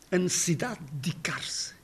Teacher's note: Aqui há quatro Ds e nós só pronunciamos dois deles.